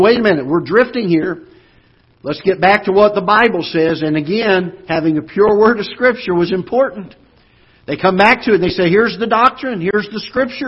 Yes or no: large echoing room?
yes